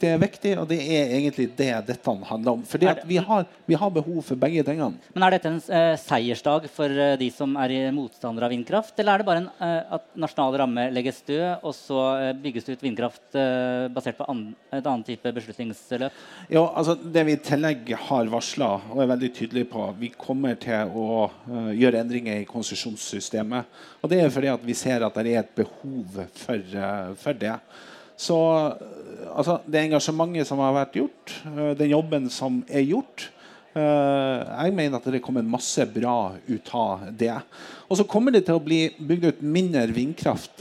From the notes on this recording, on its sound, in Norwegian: EnerWE er tilstede på Norges Energidager, en konferanse i regi av NVE som samler nesten 500 deltakere fra energibransjen. Her kjører vi live podcast.